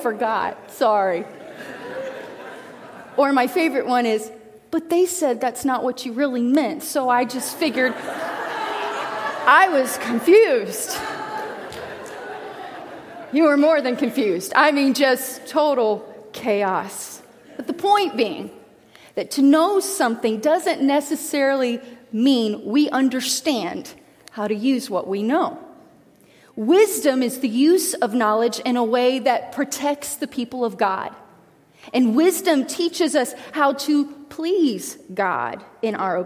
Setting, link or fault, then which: setting, large echoing room